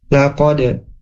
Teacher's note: Huruf dal, huruf dalnya punya sifat qalqalah dan dipantulkan ya